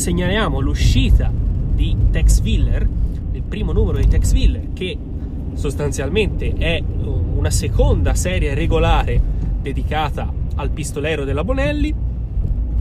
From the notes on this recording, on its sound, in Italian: Con la speciale partecipazione dei rumori di sottofondo più fastidiosi nella storia dei podcast!